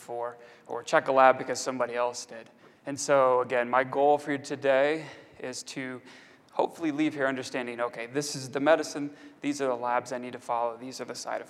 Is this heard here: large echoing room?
yes